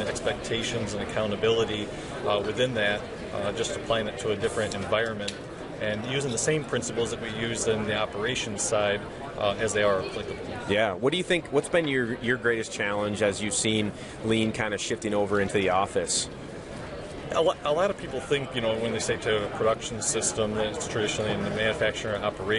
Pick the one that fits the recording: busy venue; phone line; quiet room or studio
busy venue